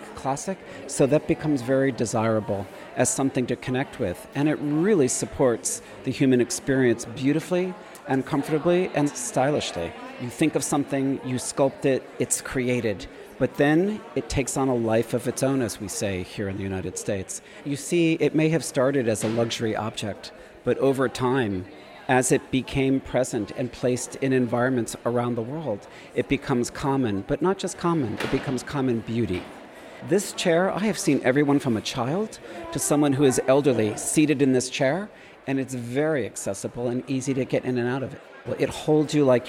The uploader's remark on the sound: I’m seizing this opportunity to walk around with my mic and recorder. We then head north to Chelsea to go to Gagosian, a famous art gallery.